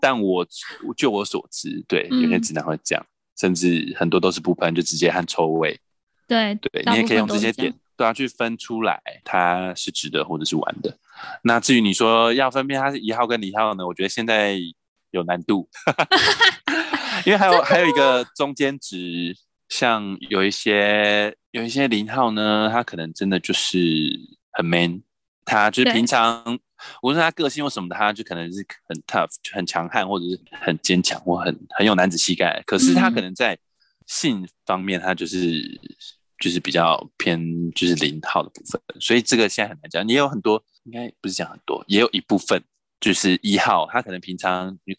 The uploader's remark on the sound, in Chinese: 遠端錄音敬請見諒